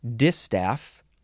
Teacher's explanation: You emphasize the first syllable, distaff.